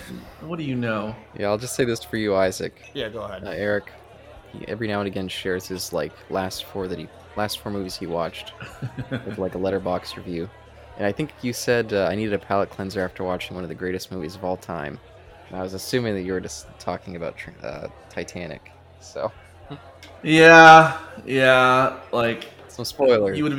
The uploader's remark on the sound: This episode was recorded in front of a live bar-side audience